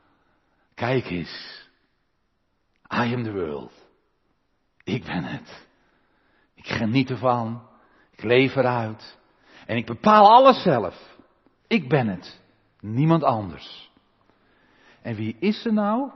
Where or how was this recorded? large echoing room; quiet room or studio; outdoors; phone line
large echoing room